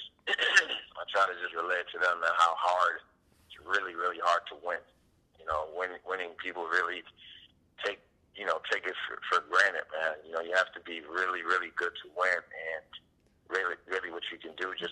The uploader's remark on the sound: We talked on the phone and he told me all about it.